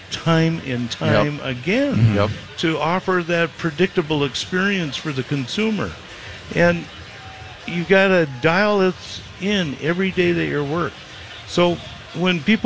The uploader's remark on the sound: Live from the Fair. Live from the Great Minnesota Get Together.